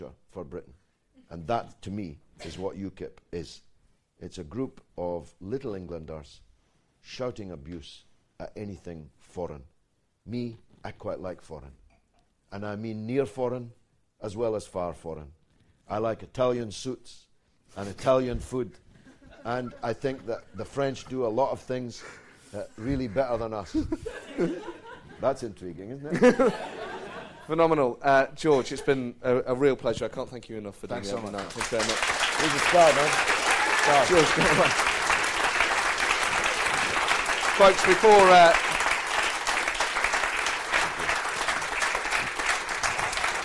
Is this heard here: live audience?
yes